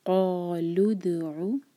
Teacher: دال پر قلقلہ، اور جب قلقلہ کا لیٹر ورڈ کے بیچ میں ہو تب ہم بہت سٹرانگ قلقلہ نہیں کرتے، اس کو کہتے ہیں قلقلہ صغرا، مطلب ہلکا ہلکا قلقلہ ہوتا ہے.